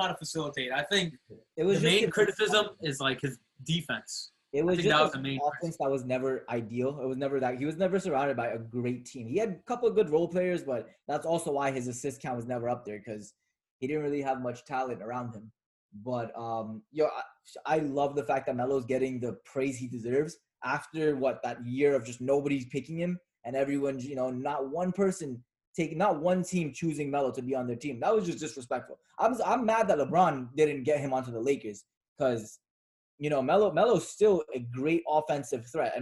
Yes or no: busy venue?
no